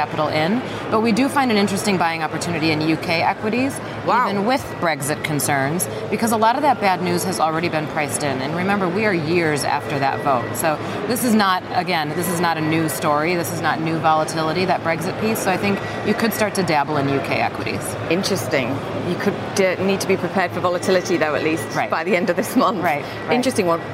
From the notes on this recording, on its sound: live from the New York Stock Exchange